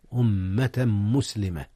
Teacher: أدغم تنوين أمة في ميم مسلمة، حيث كان هكذا إدغاما بغنة